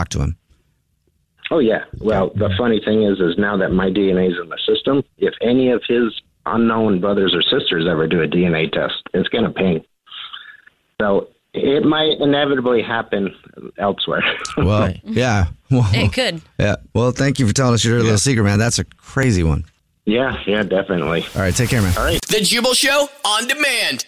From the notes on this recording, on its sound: The guy on the phone has a Dirty Little Secret that will change his family tree forever!